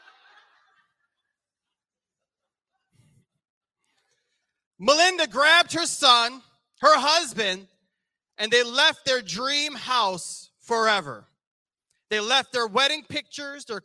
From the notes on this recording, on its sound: This sermon was recorded live on September 18th, 2022 at Newark United Pentecostal Church